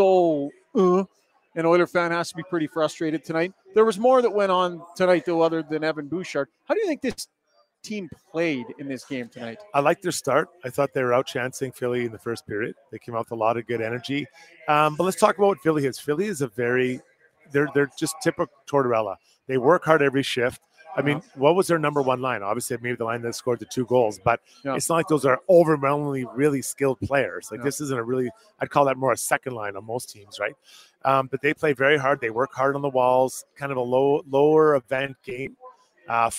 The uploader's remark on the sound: the show is presented live from Longshotz Indoor Golf & Sports Bar